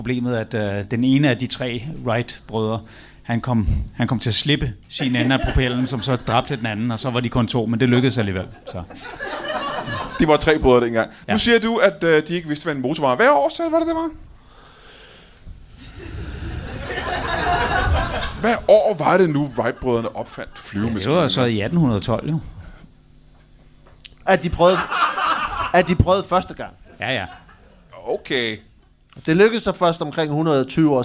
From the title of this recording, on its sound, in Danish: LIVE fra Kolding